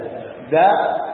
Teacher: Kalau huruf dal itu ujung lidah bertemu dengan pangkal gigi teratas